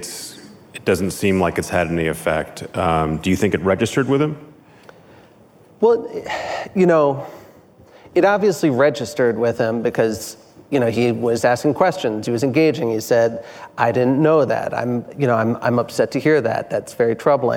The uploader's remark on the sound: at the Code Conference